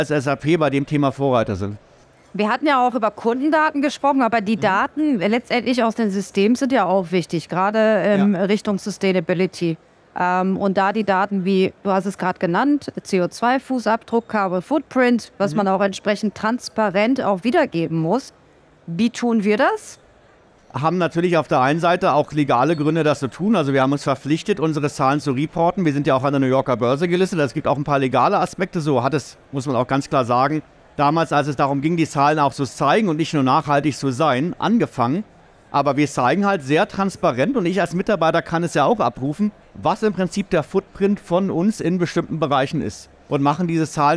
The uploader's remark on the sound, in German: OMR 2023. Live vom SAP Stand in Halle 4.